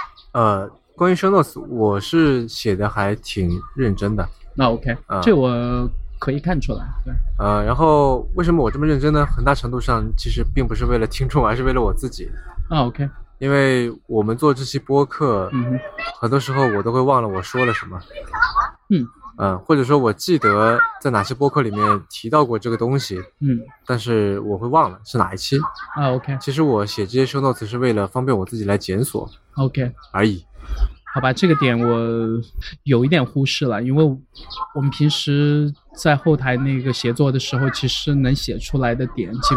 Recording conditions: outdoors